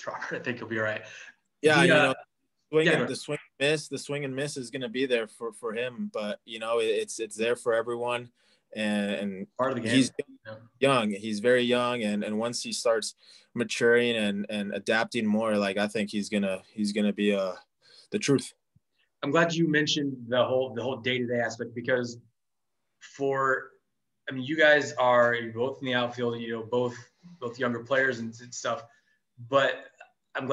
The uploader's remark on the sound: on Zoom